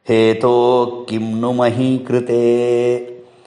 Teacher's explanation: The kim will swallow that visarga. So visarga is not pronounced.